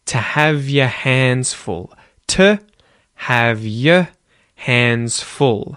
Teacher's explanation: you're going to hear y instead of your, as well as the t instead of to